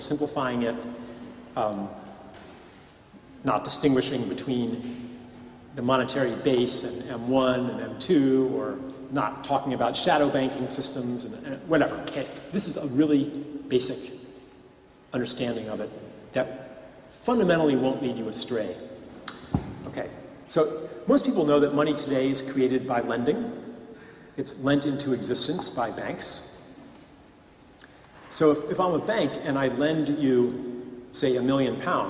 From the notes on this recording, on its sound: At the Moot Community of the Guild Church of St Mary Aldermary in the City of London and in front of a packed crowd.